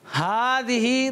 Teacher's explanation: ہا کے اوپر کھڑی حرکات ہے، اس کو ایک الف کھینچیں گے